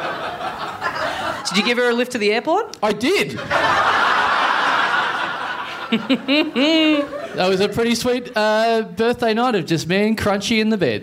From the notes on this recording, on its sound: Another huge month of live shows from Melbourne!